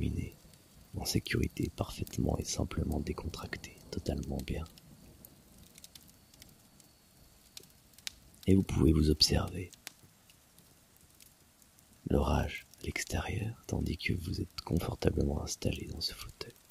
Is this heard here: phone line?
no